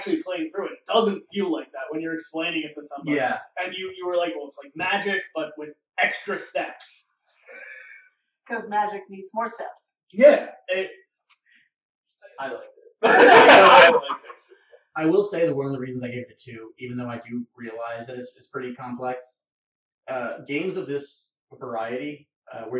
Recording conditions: echo